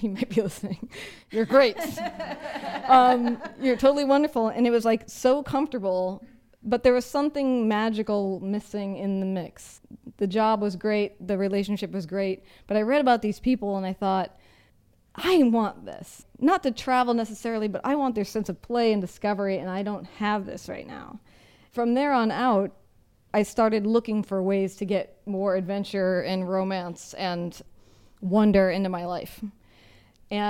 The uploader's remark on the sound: Second live show, recorded at The Beehive Hotel & Hostel. Second live show, recorded at The Beehive Hotel & Hostel.